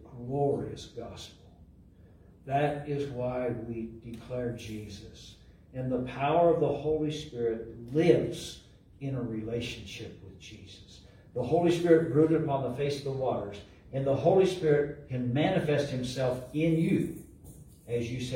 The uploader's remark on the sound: LIVE from Calvary